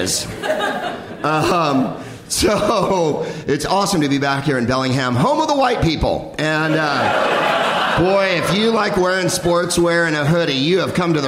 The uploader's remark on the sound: Live from The Upfront Theatre in Bellingham